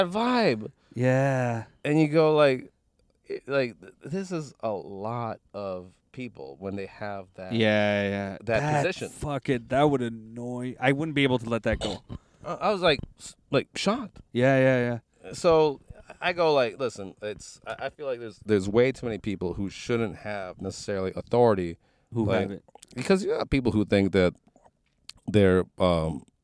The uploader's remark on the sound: In this carcast